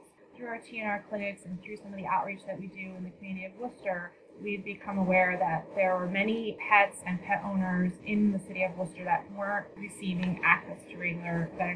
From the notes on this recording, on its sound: Please note that the audio quality of this interview is questionable due to technical difficulties.